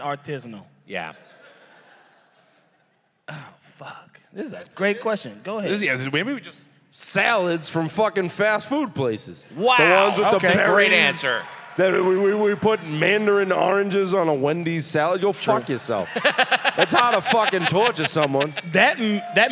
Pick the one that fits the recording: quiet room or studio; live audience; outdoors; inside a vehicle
live audience